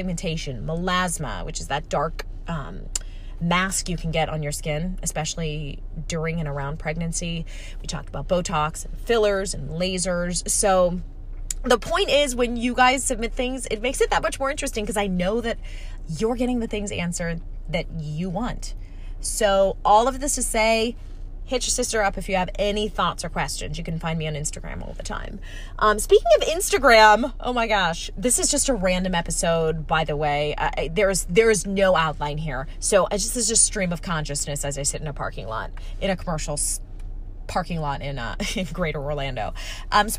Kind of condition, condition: setting, inside a vehicle